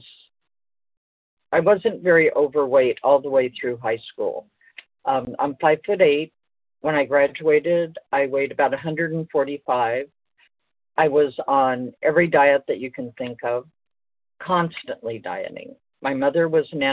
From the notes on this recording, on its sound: 100 Pounders Phone Meeting.